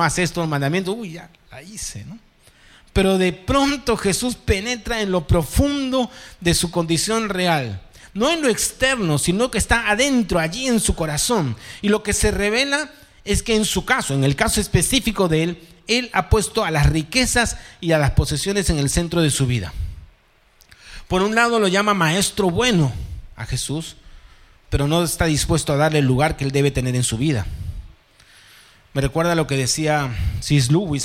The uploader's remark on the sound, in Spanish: presentado en vivo el domingo 9 de julio de 2023 Este podcast es la retransmisión de la reunión de iCafe de cada domingo